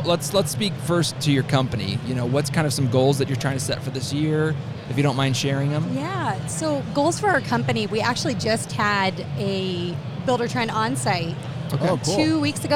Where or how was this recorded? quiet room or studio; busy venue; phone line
busy venue